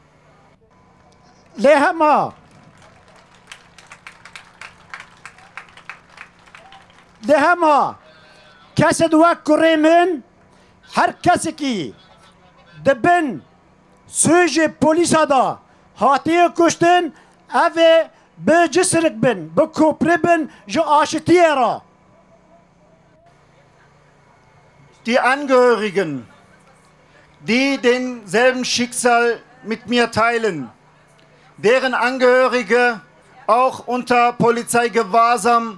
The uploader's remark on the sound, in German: Mit vielfältigem und lautstarkem Protest wollten von den Rheinwiesen durch die Innenstadt bis vor den Landtag Nordrhein-Westfalens ziehen. Radio Nordpol hat live von der Demo berichtet.